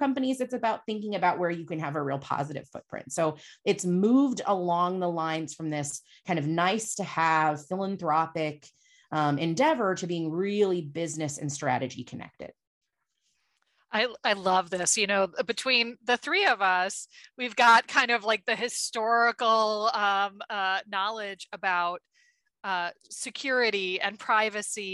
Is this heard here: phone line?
no